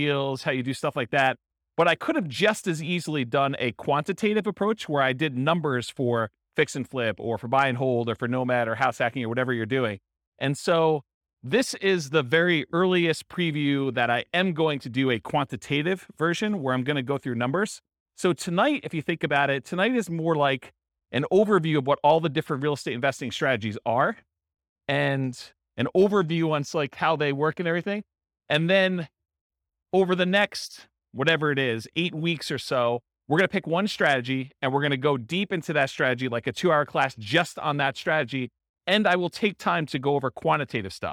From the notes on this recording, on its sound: This was a live class recorded.